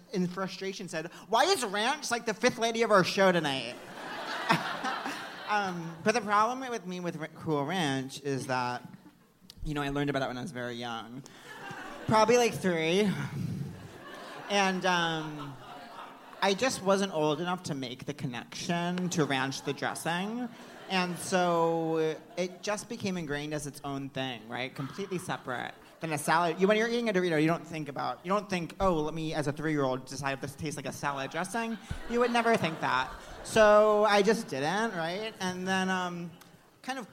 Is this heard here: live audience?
yes